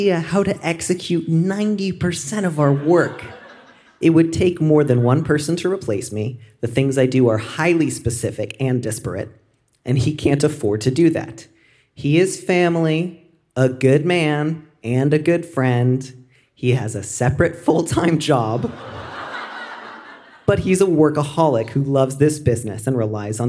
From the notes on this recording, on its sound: Recorded live at Storey Hall in Melbourne, Australia.